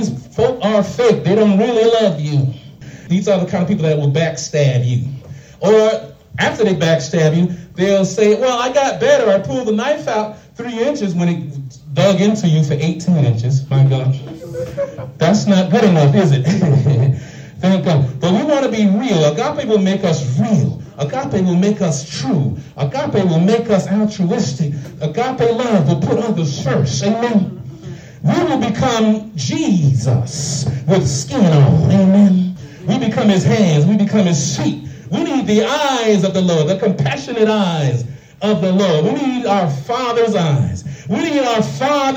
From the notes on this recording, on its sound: Shared this message live at the Island Nursing and Rehab’ Center in Farmingville, NY on 1/14/24.